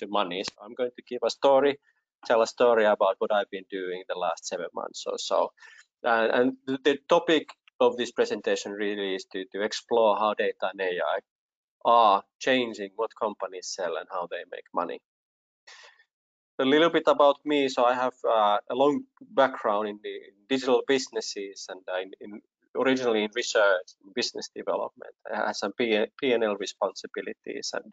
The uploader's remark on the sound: Recorded as part of World Summit AI, AI in Action webinar series, 11th June 2020